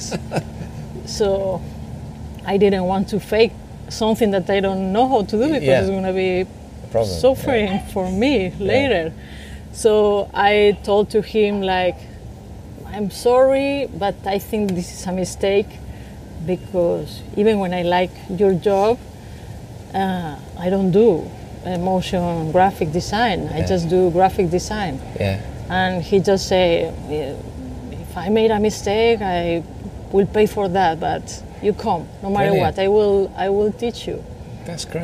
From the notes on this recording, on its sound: was recorded over lunch in her garden in LA